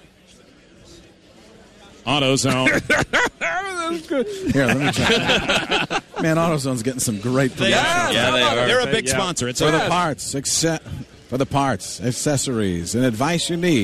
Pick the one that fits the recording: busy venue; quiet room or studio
busy venue